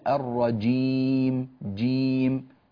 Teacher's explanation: اعتني بشدة الجيم وبجهرها